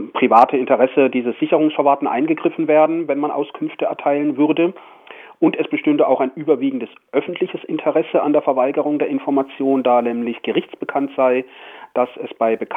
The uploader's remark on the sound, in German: Er berichtet am Telefon